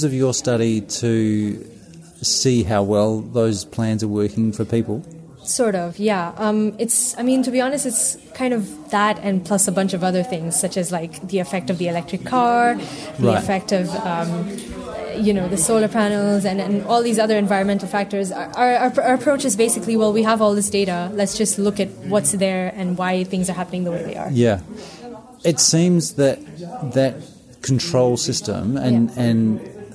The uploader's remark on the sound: special bonus episode recorded at the 26th International Passive House Conference